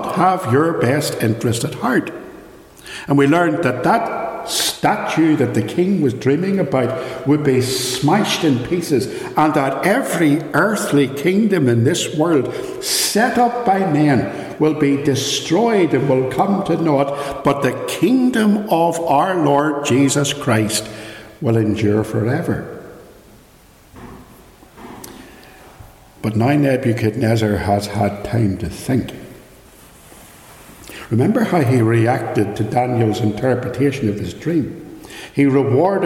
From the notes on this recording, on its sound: Recorded live at Ballymacashon Church - Raw and unedited.